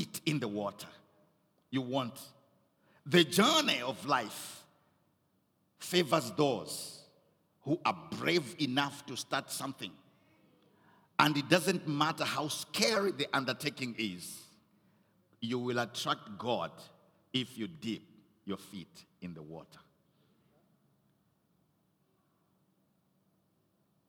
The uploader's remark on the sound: Recorded at Doxa Deo Tshwane Central on the 12th of November